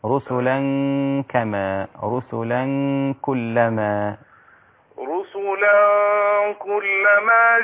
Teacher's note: إذا وصلت التنوين بالكاف فيصير عندي الحكم إخفاء مع الغنة